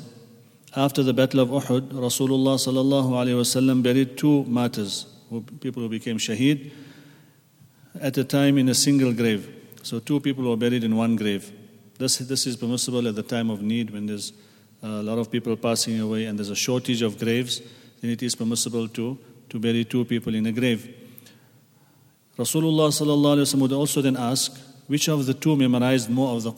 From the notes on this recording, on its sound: at the Houghton Masjid (West Street)